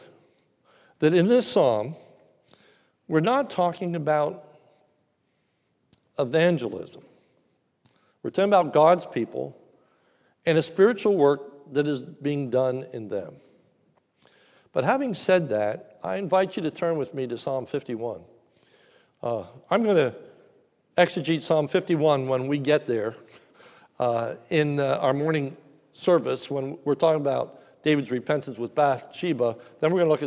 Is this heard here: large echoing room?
yes